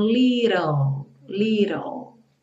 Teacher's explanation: a gente vai pro ã, que é o som do L, e o E final não é pronunciado. Então, little, little.